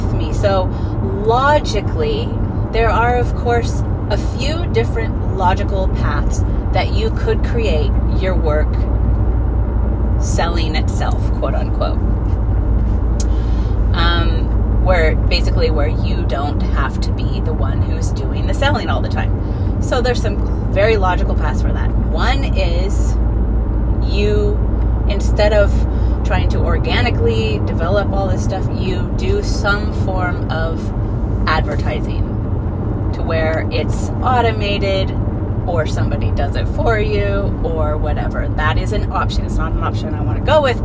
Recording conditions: inside a vehicle